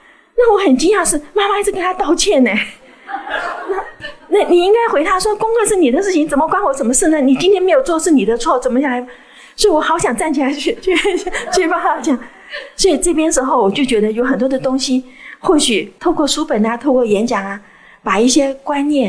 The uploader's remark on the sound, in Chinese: 現場錄音